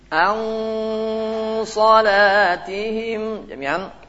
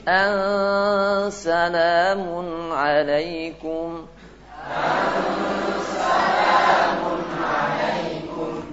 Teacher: Jadi assalamualaikum lisannya tetap mendatar. · Shown in: second take · Kalau ang naik lisannya, tapi tidak sampai nempel ke lain-lain atas.